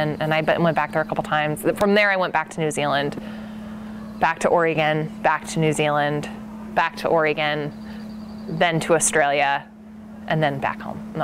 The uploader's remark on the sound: outside Nicholson Library in McMinnville